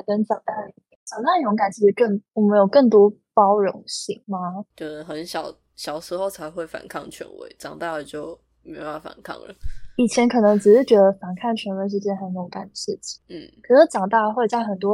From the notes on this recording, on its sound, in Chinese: 本集訊號較糟糕，敬請見諒